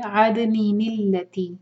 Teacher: دو ساکنوں کے ملانے کا رول، تو نون کسرہ لے گا، تنوین والا جو نون ہے اینڈنگ والا وہ کسرہ لے گا